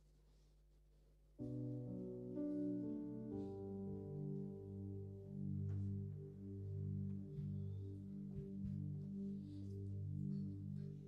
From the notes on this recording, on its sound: Preached during Cross-over Service 2023